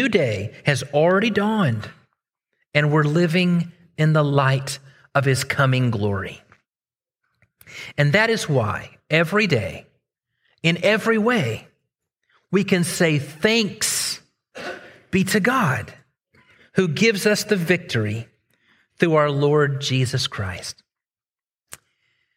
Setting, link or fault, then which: setting, large echoing room